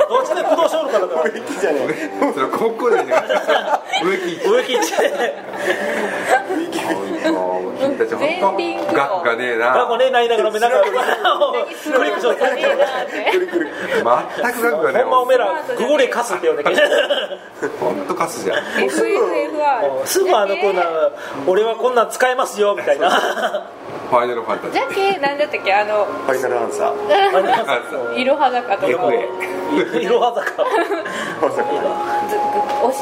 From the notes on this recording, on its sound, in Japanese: 韓国料理店での収録のため、バックにそれ系の音楽が流れてますｗ